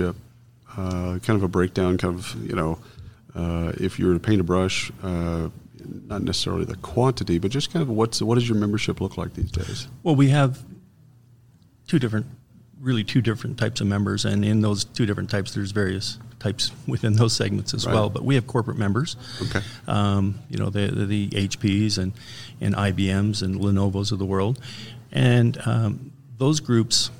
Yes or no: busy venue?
yes